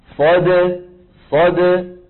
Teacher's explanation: الدال إيه شديدة ساكنة زمنها قصير